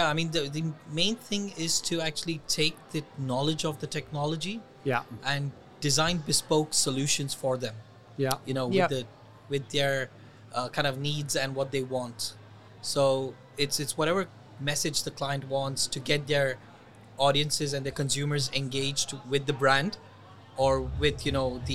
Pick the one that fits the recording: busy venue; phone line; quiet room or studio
busy venue